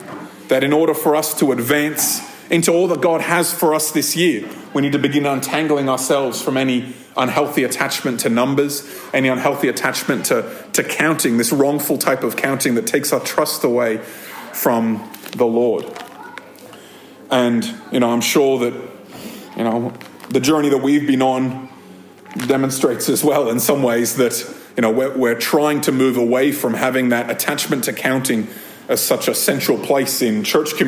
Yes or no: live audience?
yes